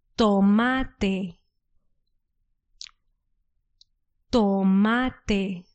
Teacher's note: The Spanish T is very similar, but the only difference is we don't let the air come through.